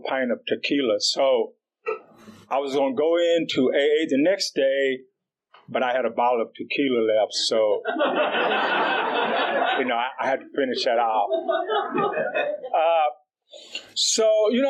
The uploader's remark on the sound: AA Event: Friends in Recovery Roundup Rally held in Durban South Africa. This event is live and on Zoom. Our group started on Zoom during Covid and this will be our 1st in person event.